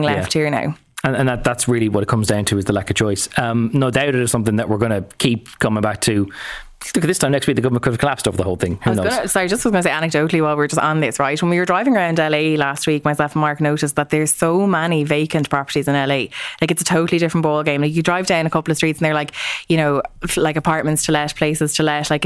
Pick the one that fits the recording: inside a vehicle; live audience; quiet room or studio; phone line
quiet room or studio